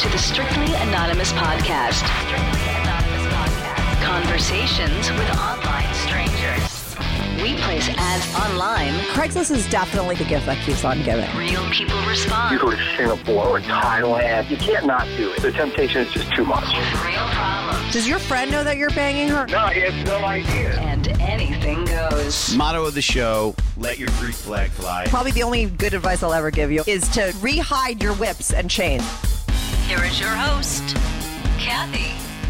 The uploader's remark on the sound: He called in to talk all about it.